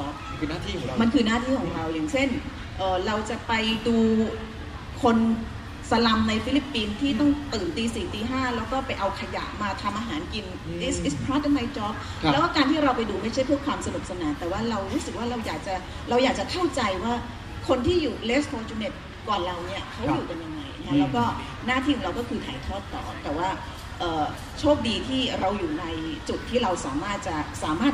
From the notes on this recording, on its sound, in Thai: เสียงจากงานมอบรางวัล Explorer Awards 2018 ของ National Geographic Thailand. วิดิโอถ่ายทอด live จากเพจของ Nat Geo Thailand ครับ.